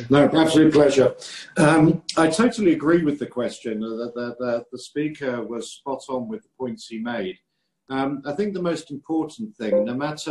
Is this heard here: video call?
yes